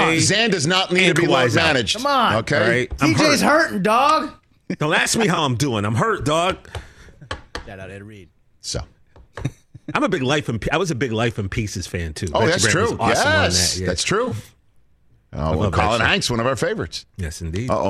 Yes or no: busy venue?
no